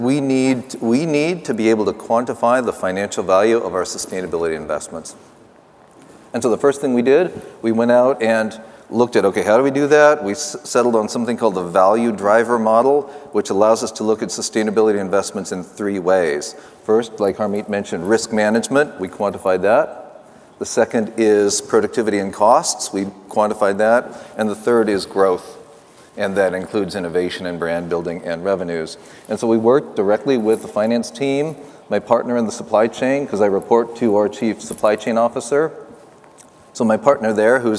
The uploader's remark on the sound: The best of live interviews from GreenBiz events.